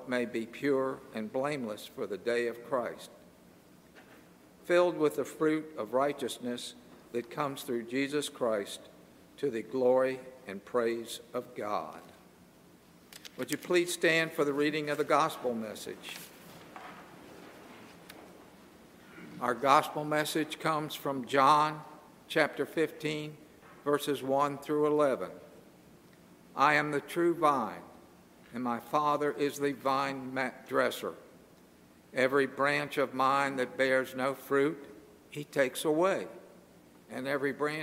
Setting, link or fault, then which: setting, large echoing room